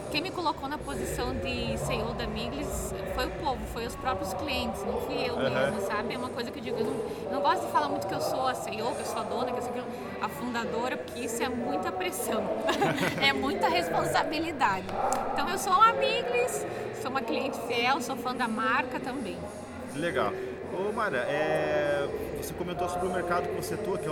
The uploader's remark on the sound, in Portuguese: Este é o primeiro episódio da série especial de podcasts gravados no Evento Hoje 2019 em Concórdia.